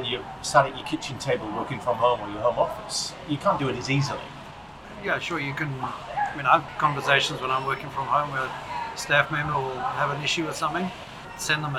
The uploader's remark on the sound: This was a live, in person interview, so apologies for the audio quality.